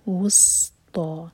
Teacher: والصلاه الوسطی، تو واو کے لیے ہوڈ گول ہوں گی لیکن جب سین پر پہنچیں تو ہوڈ گول نہ رہیں، اور سین پر سیٹی کی آواز. وس تو، اس کے بعد تو ہیوی، دو ہر کا لمبا.